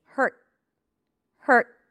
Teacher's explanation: I bring the tip of the tongue up and I block the air immediately.